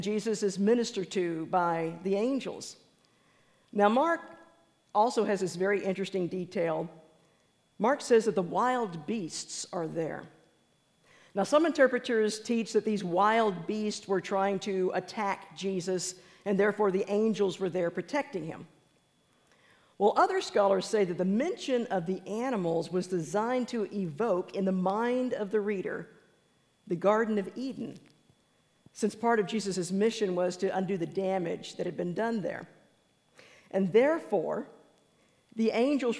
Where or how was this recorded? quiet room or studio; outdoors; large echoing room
large echoing room